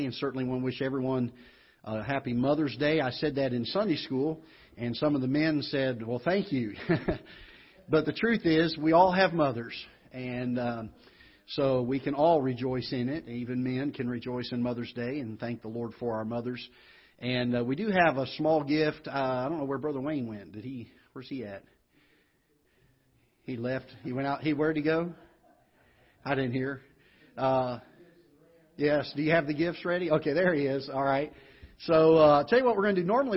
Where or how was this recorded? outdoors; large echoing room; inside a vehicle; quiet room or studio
large echoing room